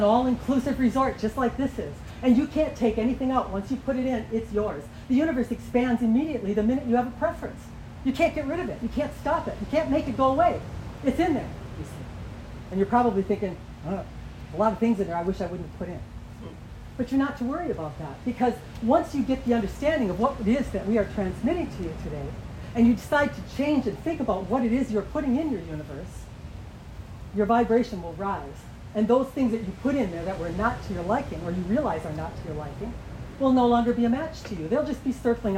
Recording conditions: outdoors